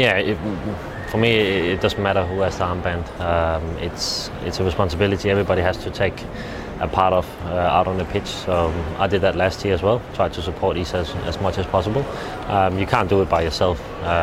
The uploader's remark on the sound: FFA Cup Semi Final press conference. Speaks to media at Adelaide ahead of our FFA Cup Semi-Final versus Central Coast Mariners.